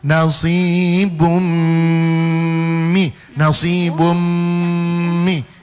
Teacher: Itu gunnah, idgham bigu bigunnah. Langsung melebur ke huruf berikutnya disertai dengung. · Term: idgham bigunna